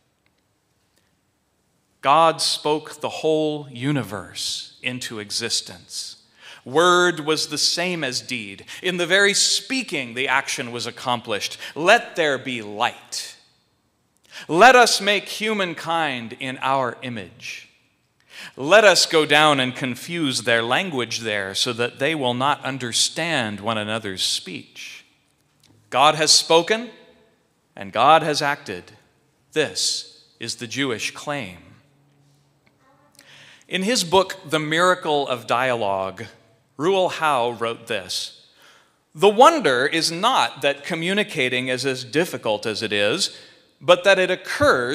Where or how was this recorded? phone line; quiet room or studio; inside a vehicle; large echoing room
large echoing room